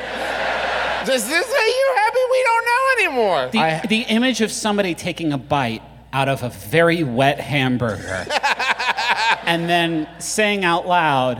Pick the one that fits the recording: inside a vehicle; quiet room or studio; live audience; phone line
live audience